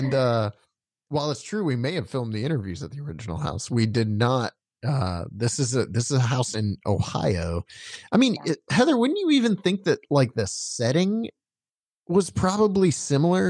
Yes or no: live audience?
no